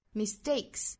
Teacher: s 后面的这个 t 的发音我们可以完全不送气